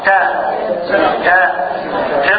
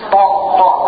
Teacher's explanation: تاء حرف منفتح بينما الطاء طاء حرف مطبق فيه انحصار للصوت، تاء ما فيهاش انحصار للصوت.